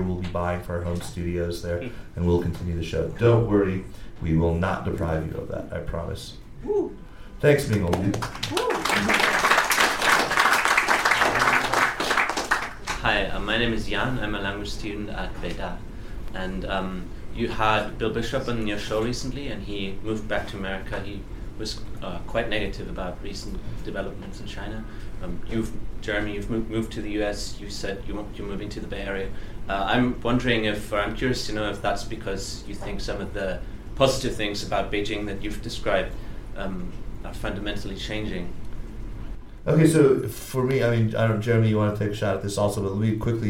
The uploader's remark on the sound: Live at the Bookworm. Recorded during a special live event at the Bookworm Literary Festival. To field questions from our live Beijing audience. Be sure to check out this unusual episode recorded in front of a live audience.